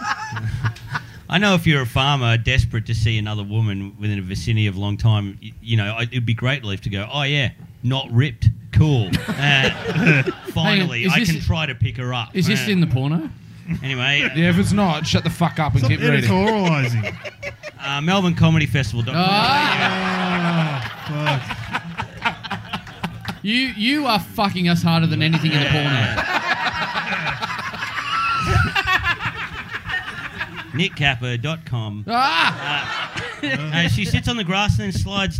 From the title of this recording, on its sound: Live in Maryborough!